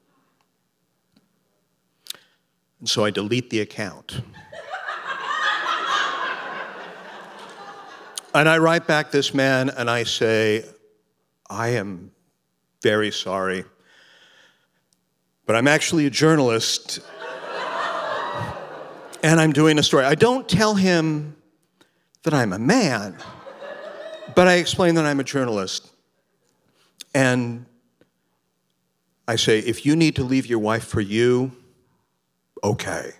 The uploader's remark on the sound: Recorded at The Alberta Rose Theatre in Portland, OR.